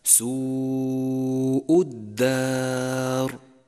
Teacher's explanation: جاءت الواو ساكنة مضموما ما قبلها وبعدها الهمز في كلمة واحدة، نمدها 4 أو 5 حركات وجوبا، وهو المد المتصل.